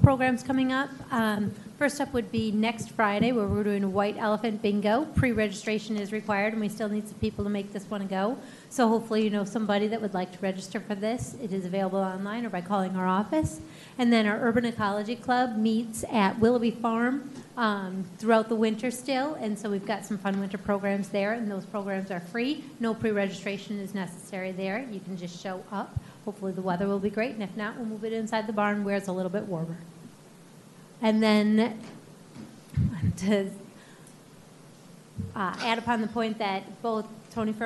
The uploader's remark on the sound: This is a live recording of the Collinsville City Council from January 11, 2022.